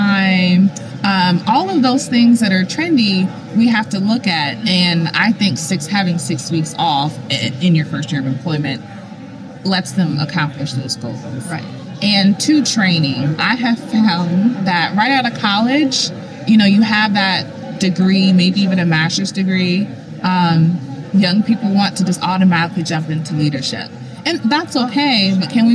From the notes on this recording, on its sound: LIVE from isolved Connect. Live from the isolved Connect Conference in Nashville, TN.